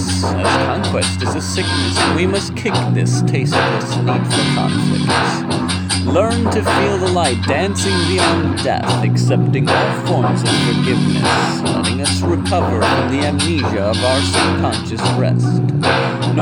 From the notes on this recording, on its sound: I would make one track mix on the computer program and then recorded the voice part manually on my phone along side the basic computer speakers I have. It took 6 takes for me to get this down in one go.